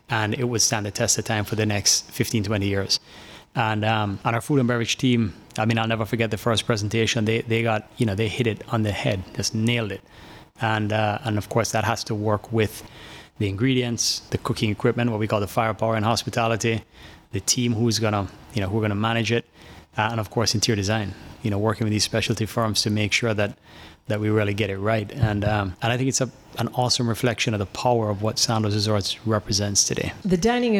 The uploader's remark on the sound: Broadcasting live from Sandals Dunn's River